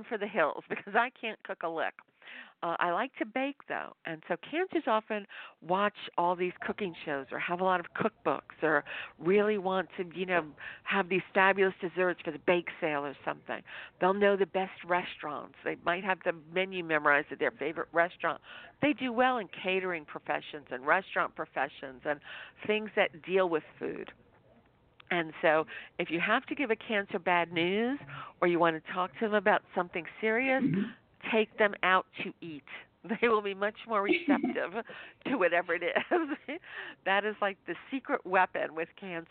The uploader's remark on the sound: LIVE callers